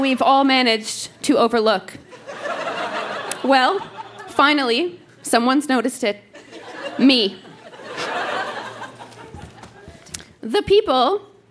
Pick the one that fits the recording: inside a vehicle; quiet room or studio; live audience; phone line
live audience